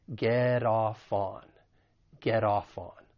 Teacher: the final T in get, once again, I'm from the US, so I will pronounce it as a flat T.